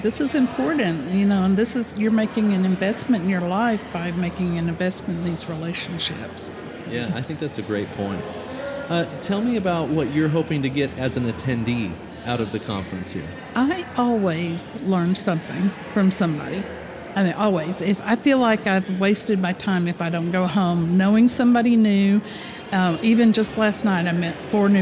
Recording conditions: busy venue